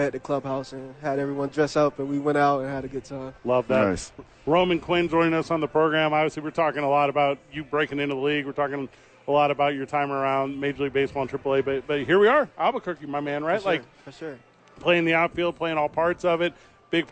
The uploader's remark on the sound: live from Isotopes Park.